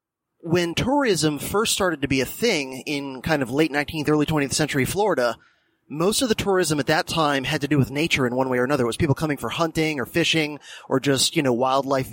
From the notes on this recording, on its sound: Because he just moved (and it'll be a little while before the new home studio/office/Batcave is fully operational). A Silver Bullet Episode (ie, one recorded during his commute to his teaching dayjob).